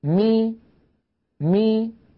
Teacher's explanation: وإذا أردت أن أنطق بميم مكسورة فإنني أبعد الشفتين عن بعضهما كما فعلت في المفتوح والمضموم، ولكن يصاحب ذلك مخرج أصل الكسرة وهي الياء بخفض الفك السفلي